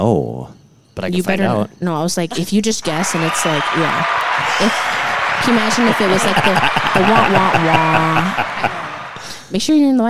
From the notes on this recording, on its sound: LIVE FROM THE TWIN CITIES. Welcome to our first live audience recorded episode! All local to Minnesota at the Twin Cities Houseplant Event!